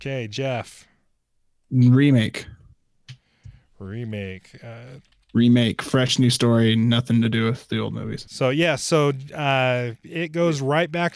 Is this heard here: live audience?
no